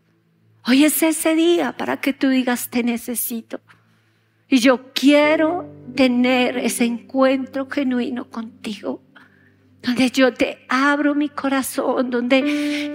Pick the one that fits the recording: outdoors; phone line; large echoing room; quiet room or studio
large echoing room